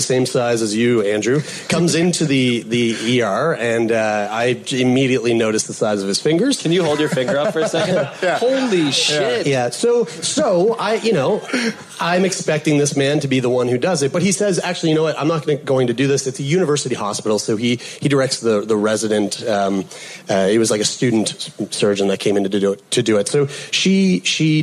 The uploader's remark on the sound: LIVE From SXSW